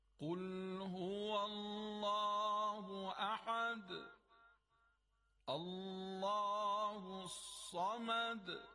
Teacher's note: در این مثال ها الله لامش تفخیم و درشت میشه. الله یعنی ما نمیگیم الله، قل هو الله، هو الله غلطه، قل هو الله مفخم است یعنی درشت ادا میشه.